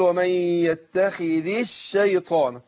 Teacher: اللام اللي هي بتاعت ال شيطان ديت اضغمت في الشين اللي هي اللام الشمسيه